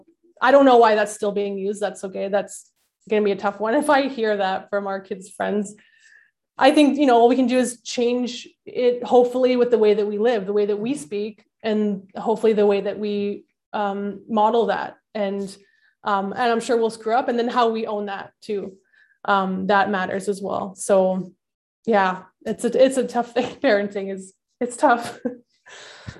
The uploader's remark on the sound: A significant and poignant service that we shared across zoom with one another.